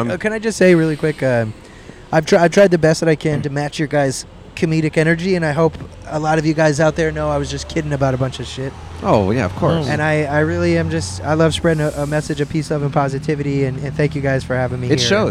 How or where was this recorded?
outdoors